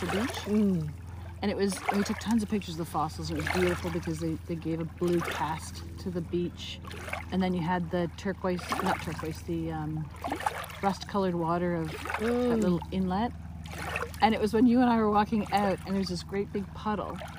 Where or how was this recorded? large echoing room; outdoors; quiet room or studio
outdoors